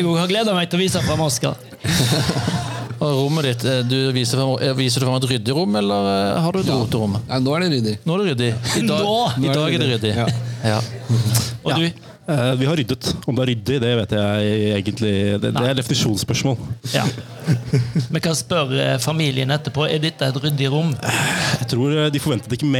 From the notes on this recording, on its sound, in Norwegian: Vi er direkte inne fra Haugetunfestivalen 2023